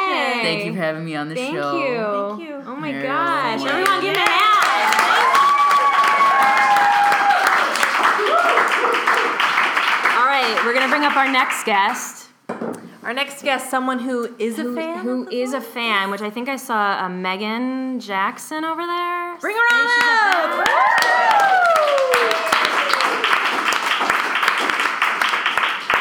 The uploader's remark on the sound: We're LIVE in NYC! Theatre68 NY Crew! The girls also make the audience join in on manifesting Carson Daly.